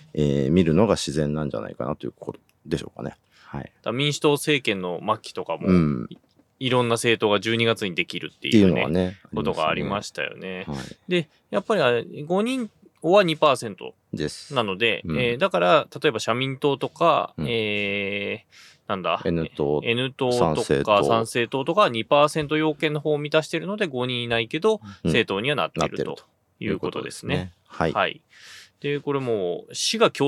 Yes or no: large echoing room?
no